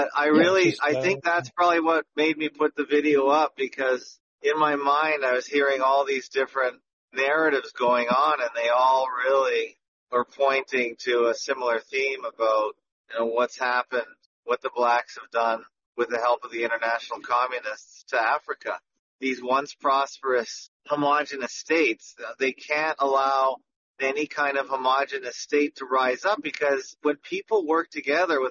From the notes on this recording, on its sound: Part 1/2 of a marathon audio call